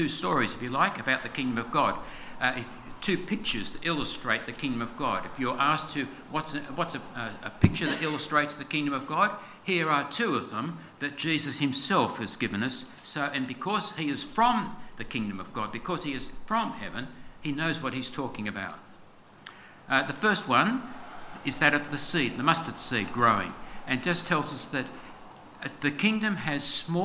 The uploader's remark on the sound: This sermon was preached on 25/02/24 at all services of Helensburgh and Stanwell Park Anglican Church.